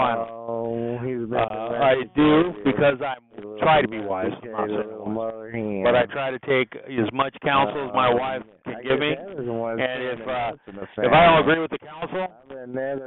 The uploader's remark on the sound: Conference Call